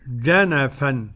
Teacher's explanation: جنفا لابد من تعطيش الجيم